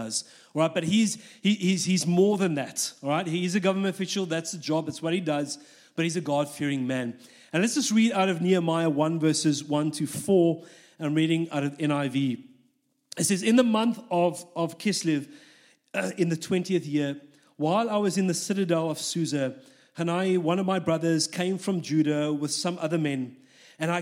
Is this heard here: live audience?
yes